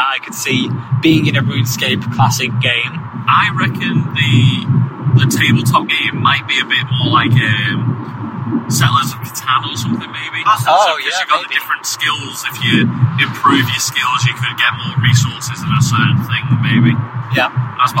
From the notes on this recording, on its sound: If this weeks episode is too hard to listen to, we understand. We thought it would be fun to chat in the car on the road.